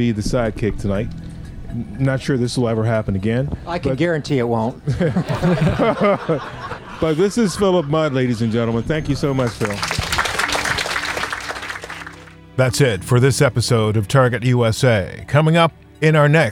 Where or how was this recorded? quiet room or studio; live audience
live audience